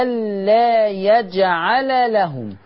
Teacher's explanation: ما تقوليش يجعل وتزودي في الفتحة وتجيبيلي بين اللام واللام ألف زيادة